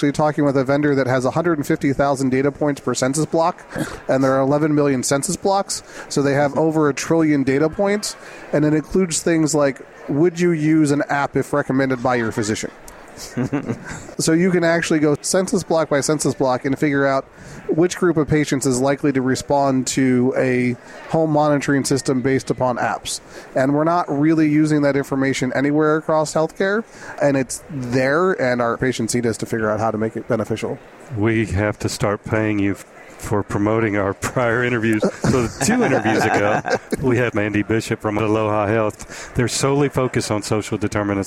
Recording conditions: busy venue